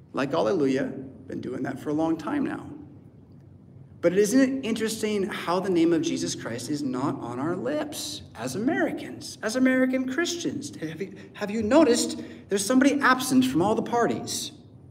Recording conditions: large echoing room